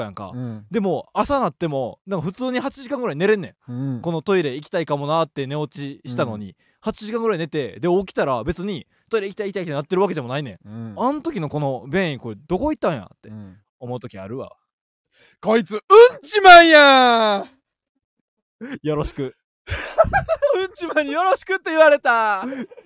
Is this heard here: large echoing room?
no